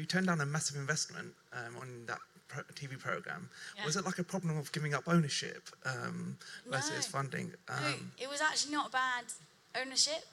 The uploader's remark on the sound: The latest Balderton Capital podcast is a recording of the panel session from the latest Doctorpreneurs Meetup, which was held at Balderton HQ.